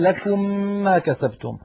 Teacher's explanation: أدغمنا الميم من كلمة لكم في الميم من كلمة ما كسبتم، فنشأ عندنا ميم مشددة، وقلنا سابقا إنه لا بد من تطويل غنتها حتى تصبح أكمل ما تكون.